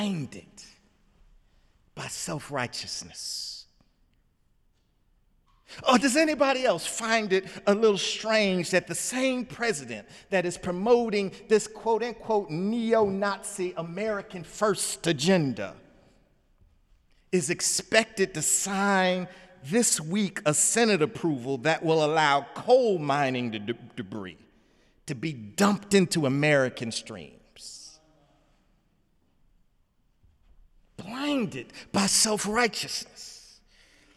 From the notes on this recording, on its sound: in the Memorial Church